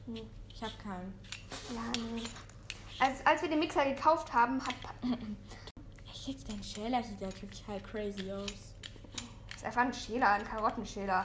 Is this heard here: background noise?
yes